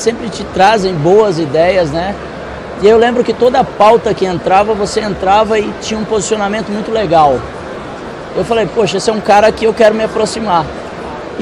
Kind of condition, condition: setting, busy venue